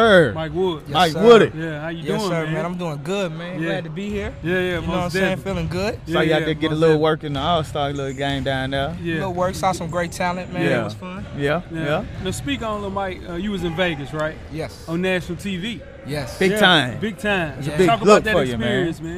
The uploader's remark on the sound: Recorded a live podcast from the 2016 Skillz Academy. The 1st annual event featured the top 30 high school basketball girls from the state of Tennessee.